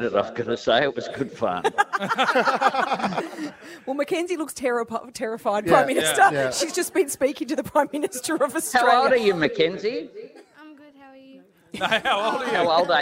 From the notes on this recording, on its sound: Brekky In The Burbs LIVE from Mornington. We're at The Bay Hotel Mornington.